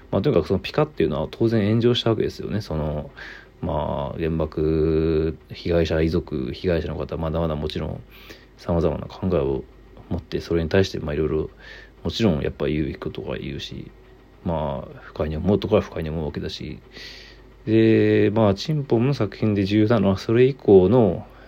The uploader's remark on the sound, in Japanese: ボイスメモです。